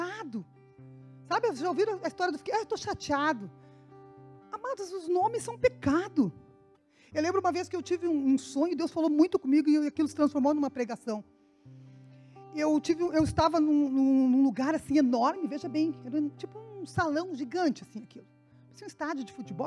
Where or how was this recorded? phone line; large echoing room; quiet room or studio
large echoing room